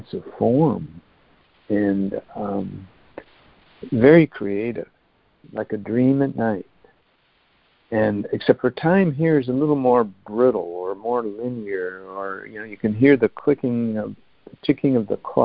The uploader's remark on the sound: ACIM Daily Conference Call